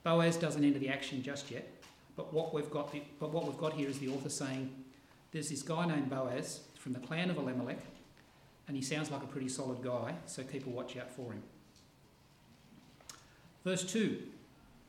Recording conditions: large echoing room